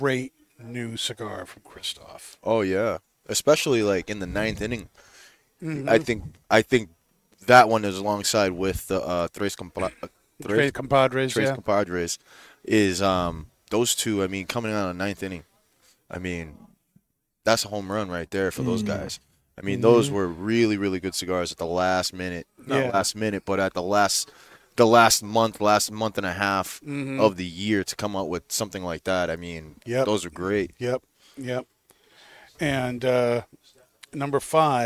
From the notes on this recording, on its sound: Recorded live from the 7-20-4 Lounge!